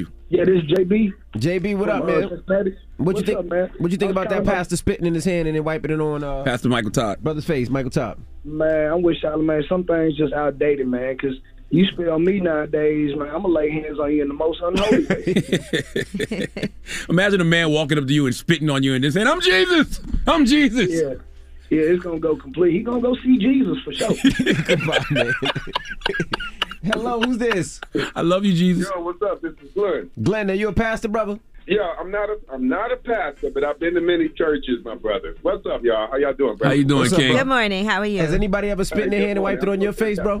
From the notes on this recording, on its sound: Opened the phone lines to see what our listeners had to say about it. We opened up the phone lines for our listeners to add their thoughts.